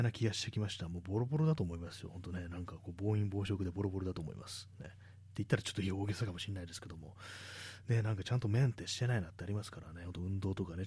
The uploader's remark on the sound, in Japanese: 録音レベルがピーキーすぎる